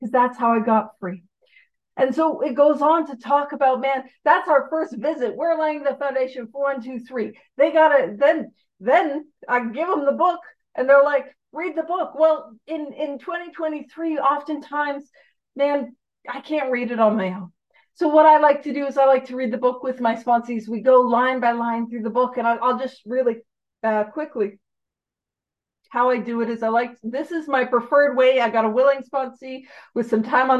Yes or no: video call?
yes